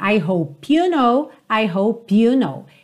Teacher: Porque hope termina na letra E, mas essa letra E não é pronunciada, então você já vai ligar o P na próxima palavra · Term: ligação natural